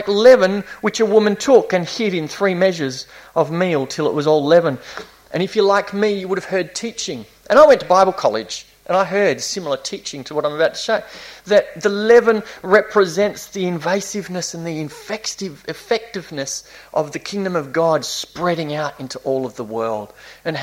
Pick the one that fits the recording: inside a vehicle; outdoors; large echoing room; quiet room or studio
large echoing room